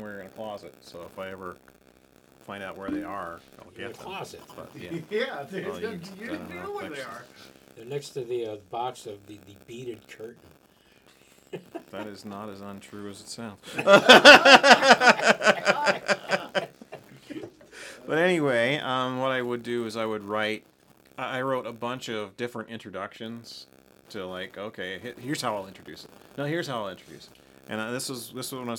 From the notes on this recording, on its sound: Beware the unshielded cable, bonus if you can discern the data stream that interjects with the audio.